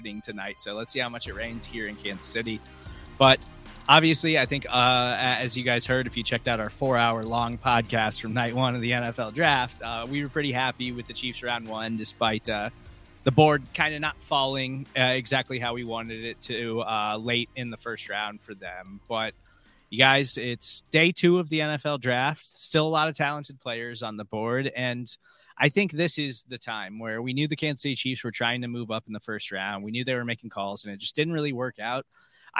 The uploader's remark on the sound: Live from the NFL Draft Night 2.